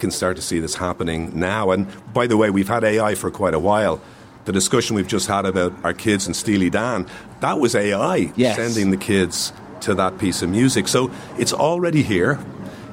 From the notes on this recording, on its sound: As the Dalkey Book Festival approaches. LIVE at The Queens Bar in Dalkey.